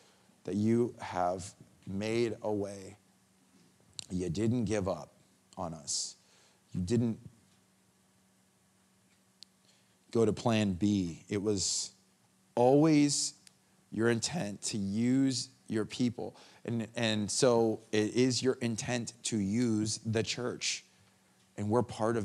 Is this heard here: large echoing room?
yes